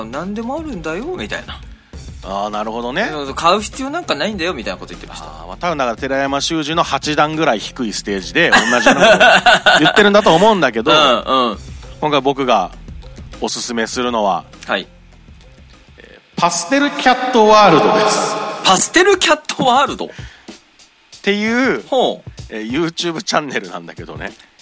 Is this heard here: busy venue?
no